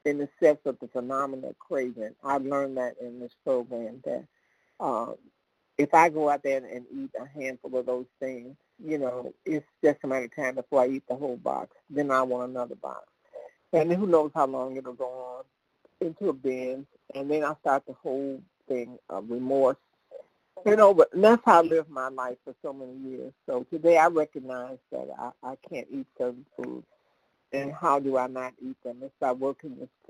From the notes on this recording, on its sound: from the 100 Pounders Phone Meeting